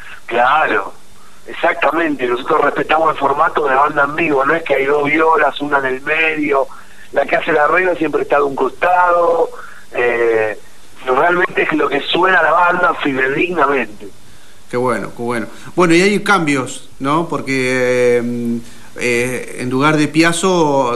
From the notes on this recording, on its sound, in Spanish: Entrevista telefonica